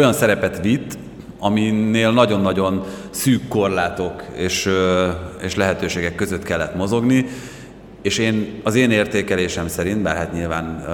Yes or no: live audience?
yes